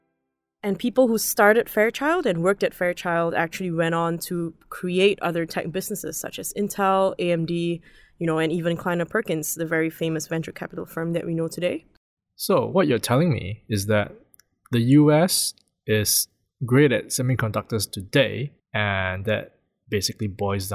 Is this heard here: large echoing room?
no